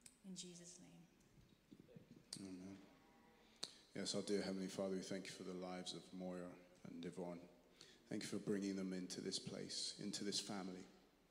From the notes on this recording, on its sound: Streamed live at St Paul's Shadwell on Sunday, 9 July 2023.